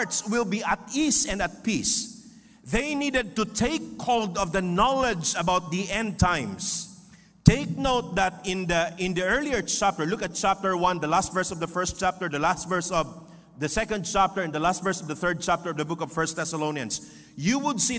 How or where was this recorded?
live audience